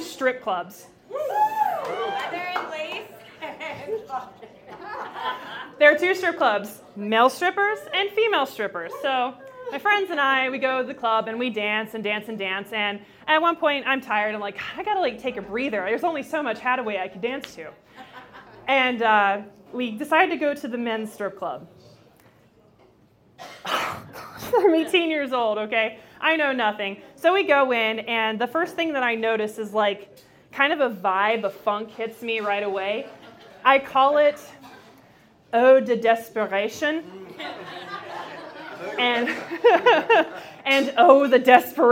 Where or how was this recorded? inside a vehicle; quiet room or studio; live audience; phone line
live audience